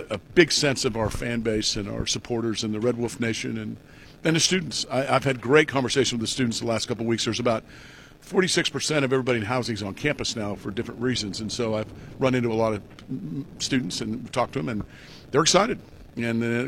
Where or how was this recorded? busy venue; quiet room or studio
busy venue